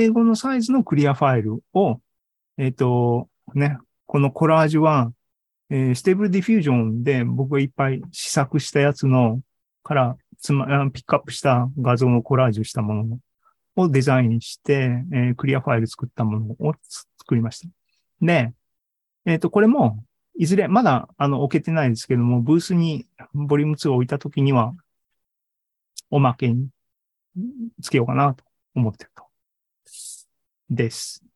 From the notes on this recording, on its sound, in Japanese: ZOOMライブの模様です